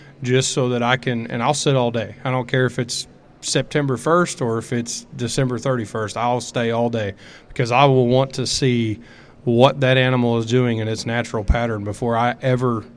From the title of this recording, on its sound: A "Killer" Q & A at The Mobile Hunters Expo